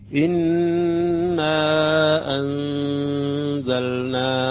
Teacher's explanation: المقدار الذي أتأخر عليه على النون المشدد في إنا وأنزلنا مقدار حركتين حركتين. إنا أنزلنا، هاي مقدار الحركتين. · Term: الغنة